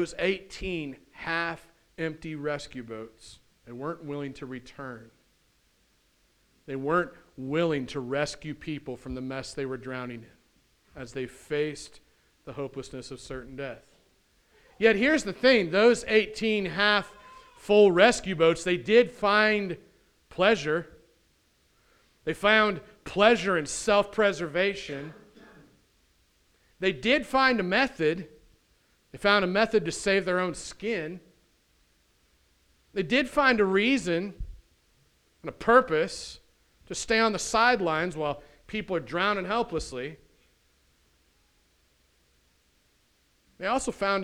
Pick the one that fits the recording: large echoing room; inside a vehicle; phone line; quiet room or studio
large echoing room